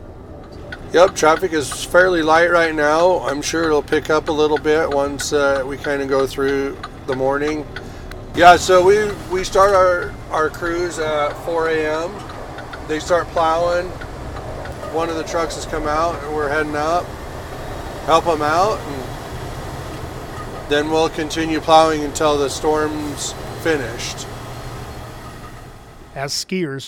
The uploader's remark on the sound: The Ski Utah Last Chair podcast takes a ride all the way up to Solitude and Brighton in Big Cottonwood Canyon with UDOT Cottonwood plow driver. Takes us up in a snowstorm riding shotgun in a 30-ton Mack plow truck. Riding the canyons in the dark at 4:00 a.m.